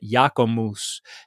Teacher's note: there are some places where the B drops out